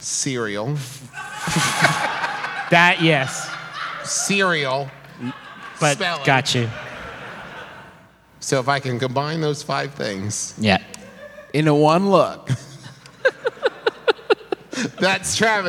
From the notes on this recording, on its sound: This one was even more special because we recorded it live in Huntington, WV.